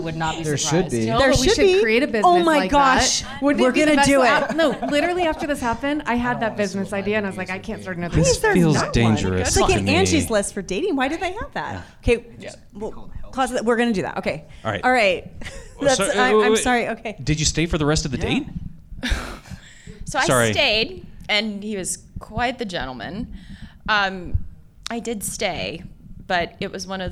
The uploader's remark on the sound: LIVE at Treefort! In this live panel discussion. Add in a fantastic live audience at Treefort Music Fest and it’s a great time.